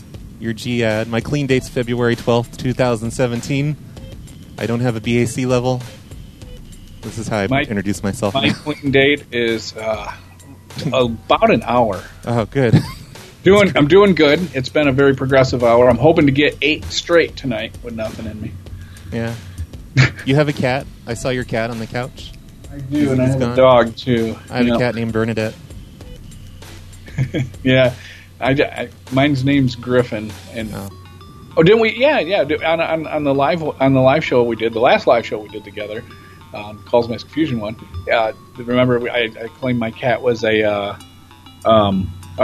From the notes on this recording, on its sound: This is a call-in show